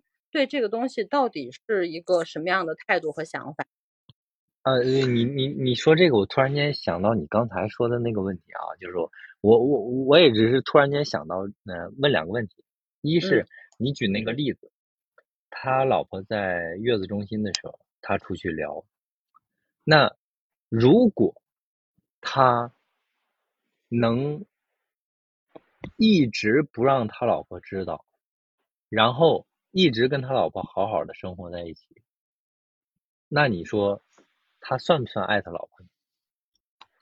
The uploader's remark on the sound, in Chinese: 也是第一次远程录音。有一些不稳定的连线问题和喷麦爆音，我修了一下但是好转有限。